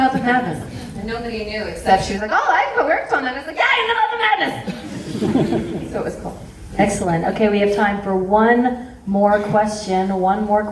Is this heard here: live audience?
yes